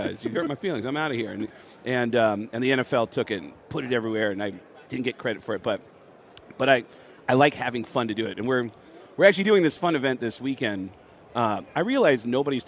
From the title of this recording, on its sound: live from Super Bowl Radio Row